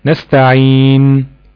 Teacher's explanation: تمام ما تاكلهاش خالص كده نستعين ما تاكلهاش خالص ولا تمط فيها وتجيب غنة اكتر من حقها ان هنا ساكنة ليها غنة حركة واحدة بس ليها الحركة الطبيعية بتاعتها ما تقولش نستعين ده خطأ وده خطأ. · Term: الغنة